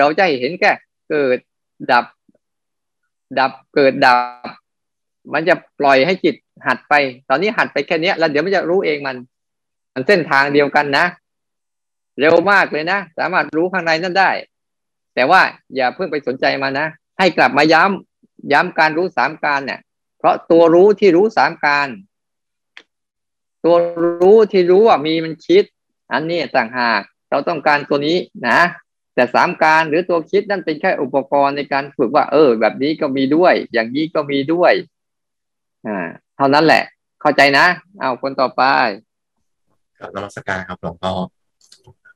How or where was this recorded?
video call